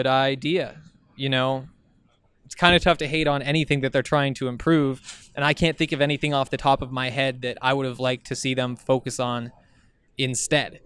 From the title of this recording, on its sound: We’re at Pac-12 Media Day